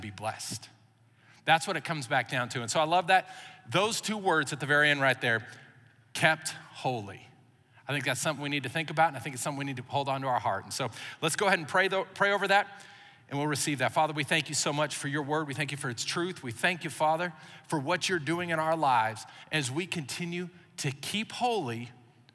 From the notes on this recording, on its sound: Recorded live during our Wednesday night service